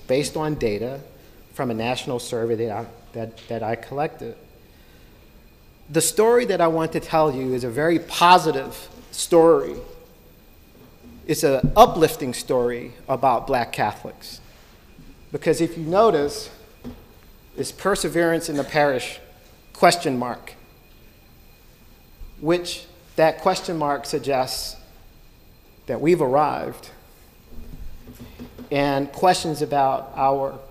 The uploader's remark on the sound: delivered this lecture on April 12, 2018 at the University of Chicago